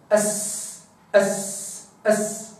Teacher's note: السين أسفل منها من أدنى طرف اللسان بمحاذاة الأسنان السفلى أو صفحات الأسنان السفلى